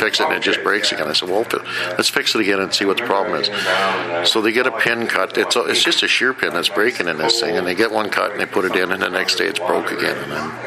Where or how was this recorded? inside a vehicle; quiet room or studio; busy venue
busy venue